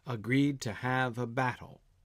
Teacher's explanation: there's a little extra syllable at the end with battle and rattle and barrel and quarrel